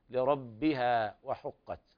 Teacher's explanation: الباء في لربها باء مشددة فيها الشدة